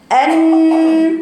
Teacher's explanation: اللي قرأت كده النخيل قرأتها هكذا النخيل، هي جابت الجزء الايه اللساني، لم تأتي بالجزء الخيشومي، الجزء الخيشومي صوته طالع من فوق في الغنة